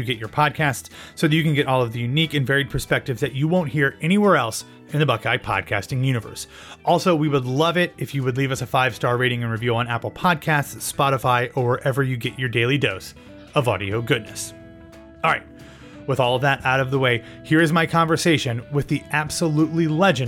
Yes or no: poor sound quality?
no